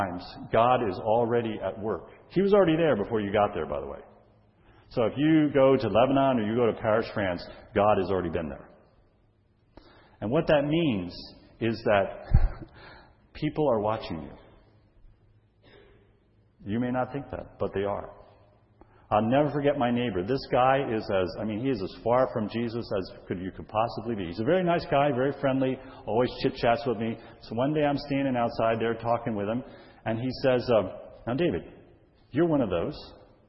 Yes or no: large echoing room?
yes